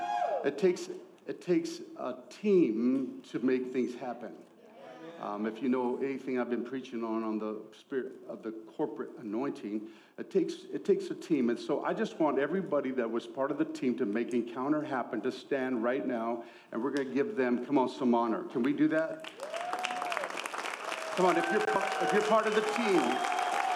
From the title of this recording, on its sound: ENCOUNTER CONFERENCE 2024 | Session 3